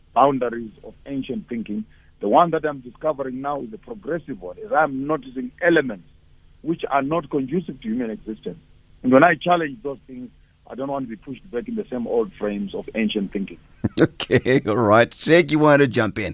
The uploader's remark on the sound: Guest on the phone